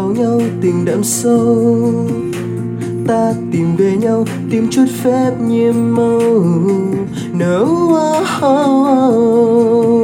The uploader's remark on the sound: Recorded by my mobile phone